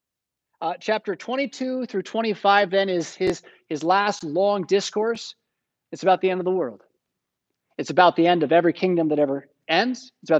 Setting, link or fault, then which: setting, large echoing room